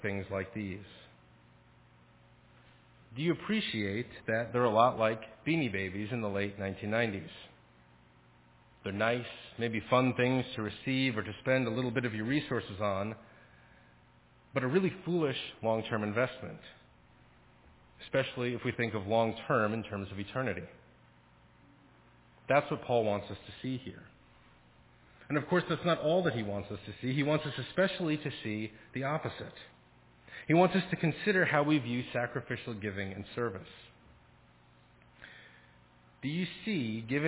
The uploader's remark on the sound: Faith Presbyterian Church – Evening Service.